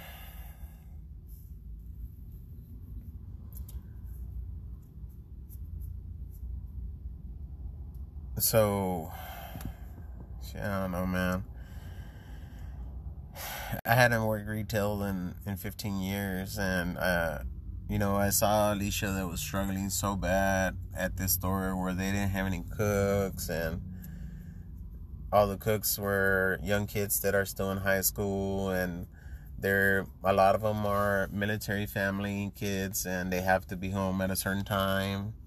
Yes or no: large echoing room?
no